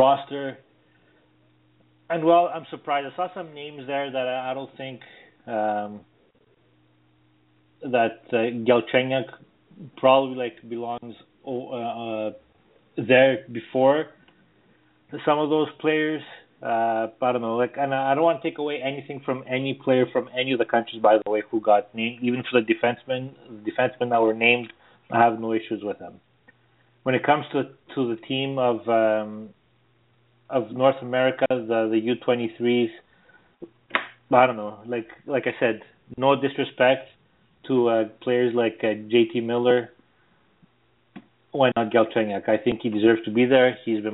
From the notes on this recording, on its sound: as we take your phone calls